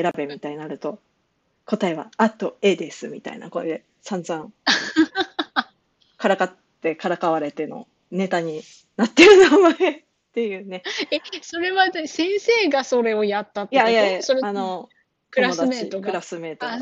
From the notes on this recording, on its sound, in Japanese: 遠隔収録